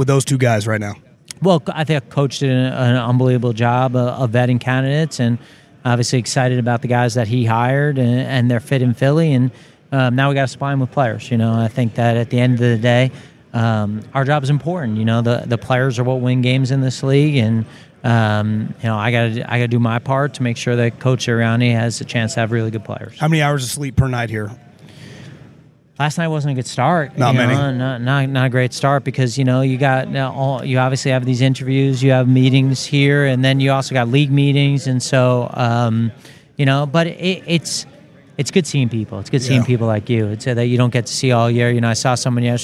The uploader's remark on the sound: Live from the NFL Combine